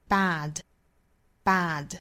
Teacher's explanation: 在英音里的发音更倾向于上下的开口度更大一点的 a 这样的音